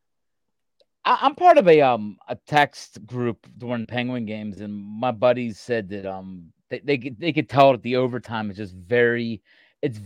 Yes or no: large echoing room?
no